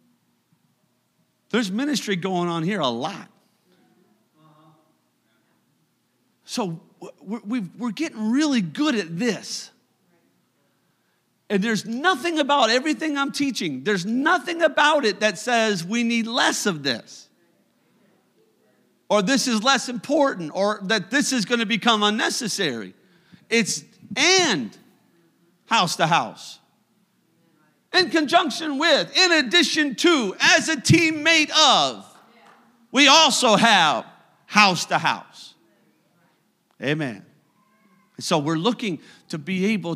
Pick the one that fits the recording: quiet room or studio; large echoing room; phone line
large echoing room